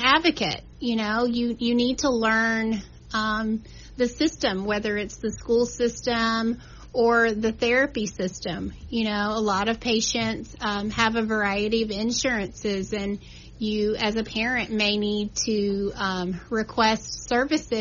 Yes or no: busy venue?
no